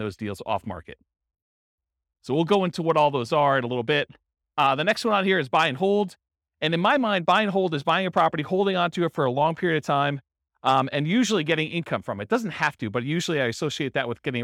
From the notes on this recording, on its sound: This was a live class recorded